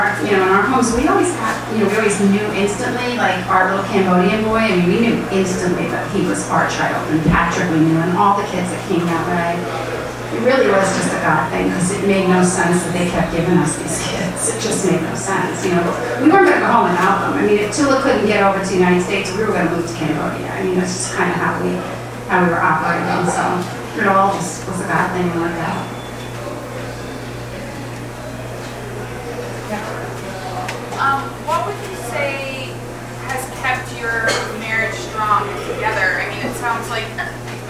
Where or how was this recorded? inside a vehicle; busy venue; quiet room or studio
busy venue